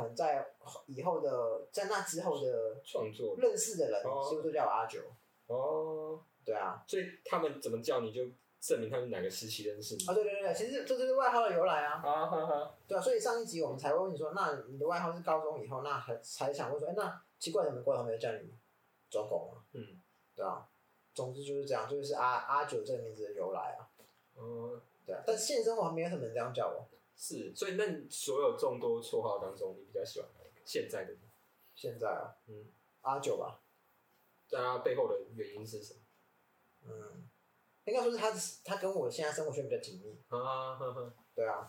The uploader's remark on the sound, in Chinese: 使用環境音較敏感的設備，音質不好請見諒。收音品質，我們正在努力。